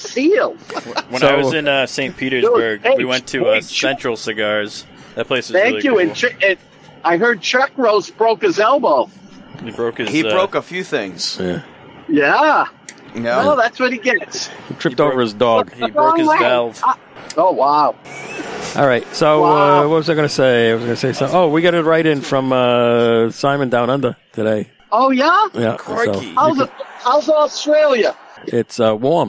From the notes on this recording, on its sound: The Tobacco Shack Side Patio; Rowley, MA. We descend on the Tobacco Shack unannounced and set up outside in the patio area on a fine summer evening. It’s a small group recording as many Hacks are on vacation or in disrepair.